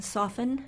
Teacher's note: We don't say the T in soften.